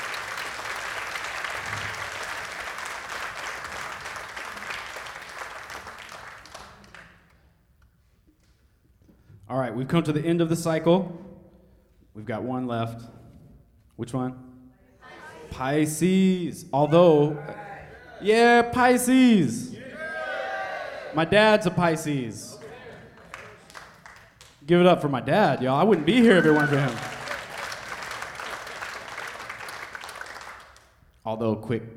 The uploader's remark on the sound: Savannah Music Festival LIVE